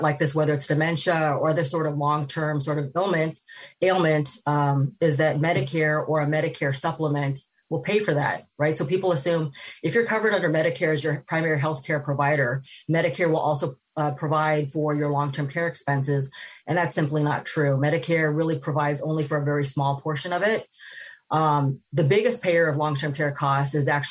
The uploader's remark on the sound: This program was recorded via video conference on October 27th, 2021 by the Commonwealth Club of California.